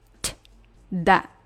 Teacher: 收尾的这个 T 是一个空气音，它主要是靠空气出去的一瞬间发出来的那个气声，而不是我们的声音